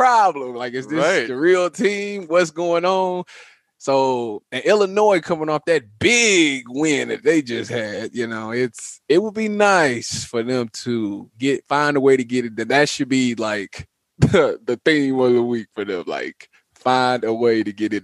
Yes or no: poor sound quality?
no